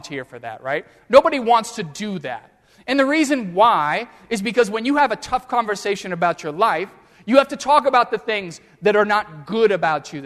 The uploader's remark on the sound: during the Crossroads service (9:30 am) on Sunday April 10, 2016, at First Presbyterian Church of Arlington Heights, Illinois